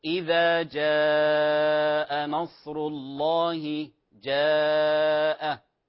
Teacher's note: إذا جاء إذا إذا حرف مد طبيعي، فلا نقول إذا جاء. جاء تلاحظون فيها مد متصل أو واجب متصل يمد من وجه الشاطبية بأربع أو خمس حركات